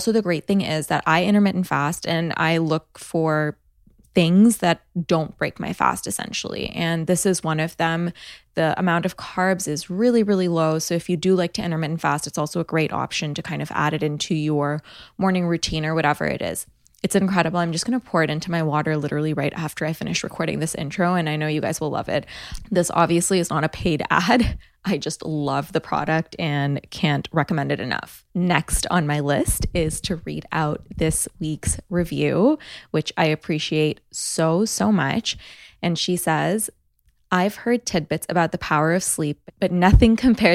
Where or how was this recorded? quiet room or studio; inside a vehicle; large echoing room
quiet room or studio